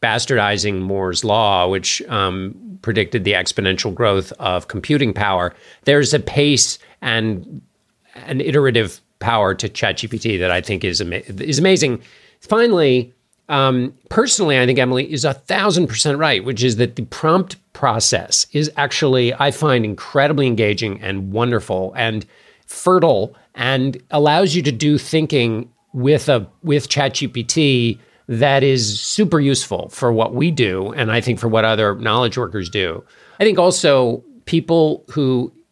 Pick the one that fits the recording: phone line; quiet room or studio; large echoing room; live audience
quiet room or studio